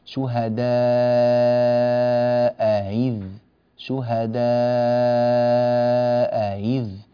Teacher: والواجب عليك في هذه الحالة أن تأتي في الهمزة بالتسهيل فتقول شهداء إذ، شهداء إذ، بين هذا ووضحه بارك الله فيك.